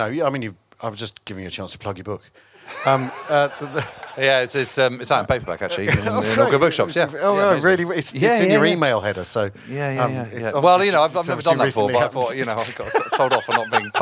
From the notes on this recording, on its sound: In a special live edition of the pod from Chalke Valley History Festival. While being heckled by a bugler.